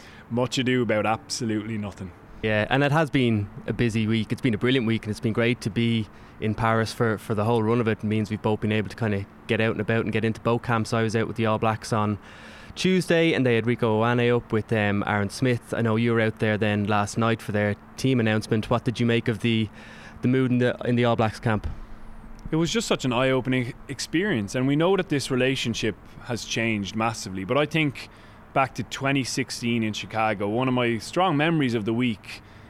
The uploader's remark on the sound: live from the captain's run